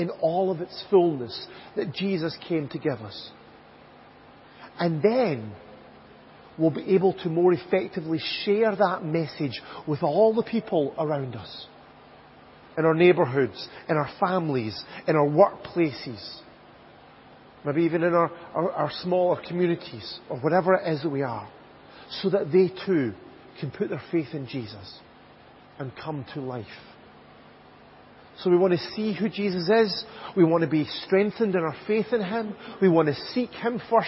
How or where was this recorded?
large echoing room